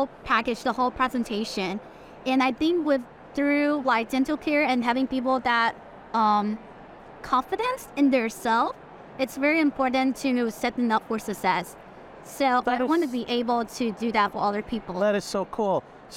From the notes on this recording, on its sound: live from the Hinman Dental Meeting